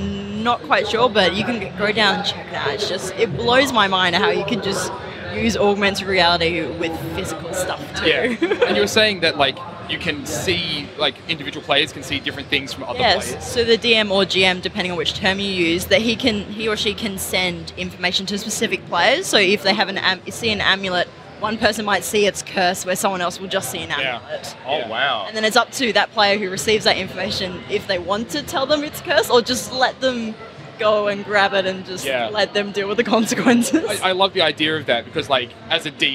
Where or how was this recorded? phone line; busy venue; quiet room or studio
busy venue